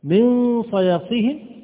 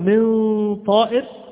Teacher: نلاحظ تفخيم الغنة، لماذا؟ لأن الحرف الذي جاء بعد النون أو التنوين من صفاته الاستعلاء، من صفاته الاستعلاء أو التفخيم، فيكون الإخفاء أيضا تابعا لهذا الحرف، تابعا لهذا الحرف.